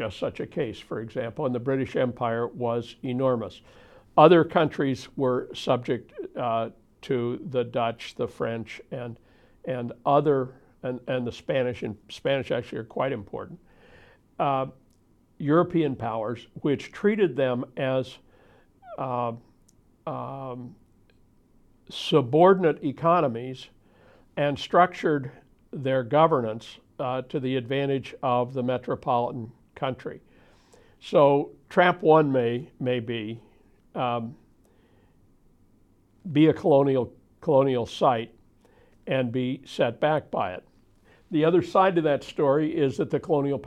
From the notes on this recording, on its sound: In a videotaped lecture